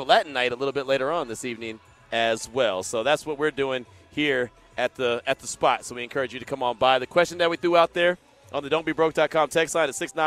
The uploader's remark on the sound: LIVE FROM NBA SUMMER LEAGUE